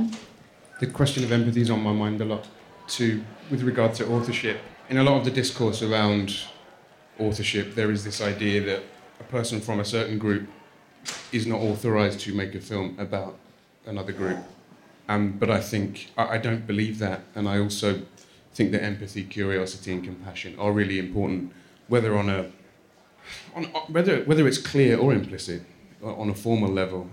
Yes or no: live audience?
yes